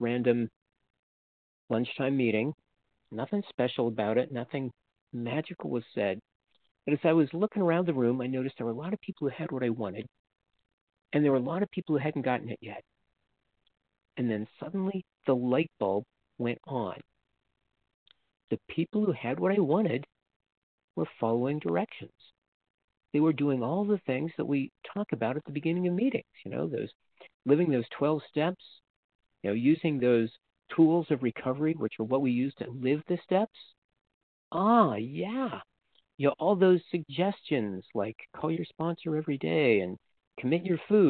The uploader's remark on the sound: from the 100 Pounders Phone Meeting